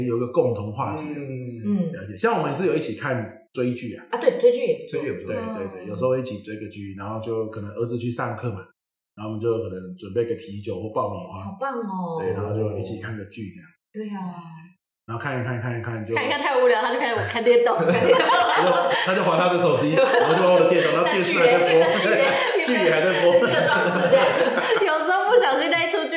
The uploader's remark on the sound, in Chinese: 抱歉本集回音稍重，若造成您聆聽不適敬請見諒